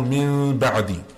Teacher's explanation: And there is only one letter in the Arabic language that falls under this rule, and that is the Ba. So if you have a Noon Sakina or you have a Tanween and after it there is a Ba, you change it to a gentle Meem sound. You make a Ghunna with a gentle Meem sound and then you pronounce the Ba. · Term: Iqlab